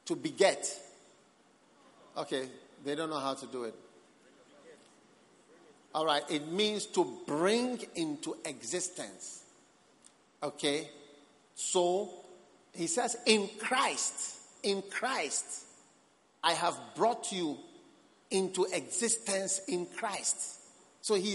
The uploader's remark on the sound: Preached at the Prophetic Encounter Service.